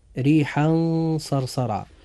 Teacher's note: عند قراءتنا لهذه الآية إخوة الإيمان ريحا صرصرا، نجد أن كلمة ريحا تنتهي بالتنوين، أما كلمة صرصرا فتبدأ بحرف الصاد. فإذا التقى التنوين مثل كلمة ريحا وجاء بعده حرف صاد في كلمة أخرى مثل كلمة صرصرا، فيجب أن يكون في هذه الكلمة إخفاء حقيقي